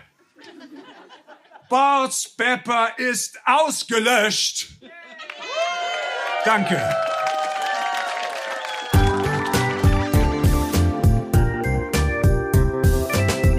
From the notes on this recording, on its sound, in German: Unserer Show vom 6.9.2022 im Kulturhaus Insel der Jugend, Berlin. Heißen Dank an das Kulturhaus Insel, unser tolles Publikum.